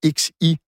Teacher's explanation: On appelle ça une consonne fricative alvéolo-palatale sourde.